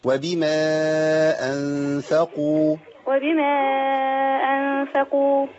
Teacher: ما قولش أنفقوا عشان أنا بدلت القاف بكاف